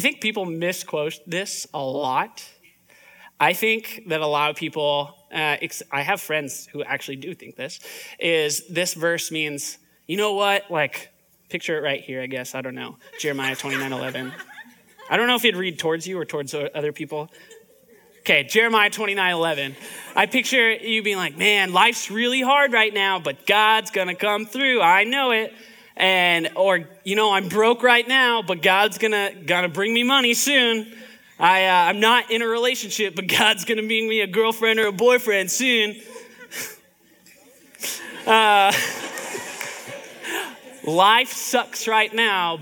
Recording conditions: live audience